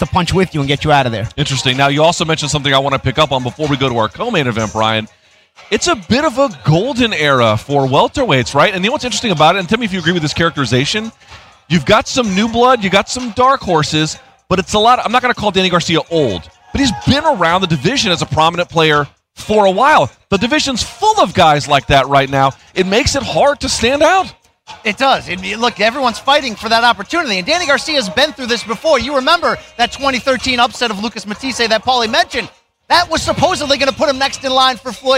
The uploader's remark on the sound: recorded live